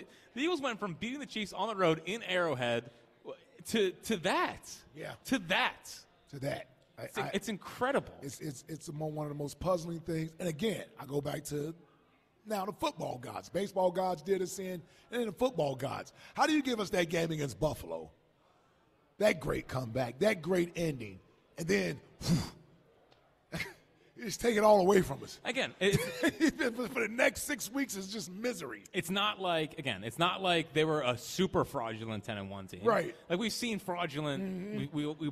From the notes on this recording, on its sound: live from Chickies in South Philly